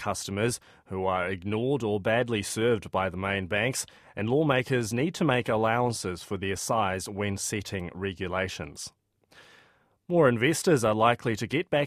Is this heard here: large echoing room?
no